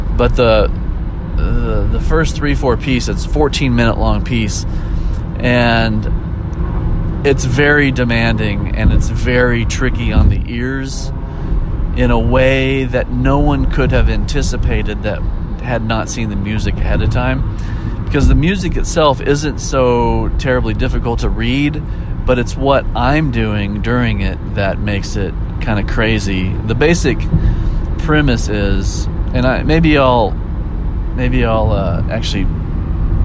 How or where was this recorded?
inside a vehicle